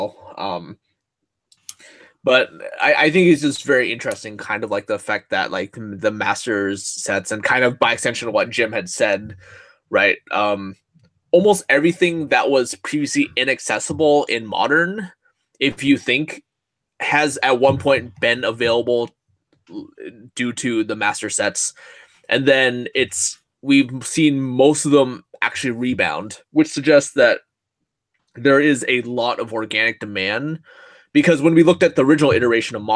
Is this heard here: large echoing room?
no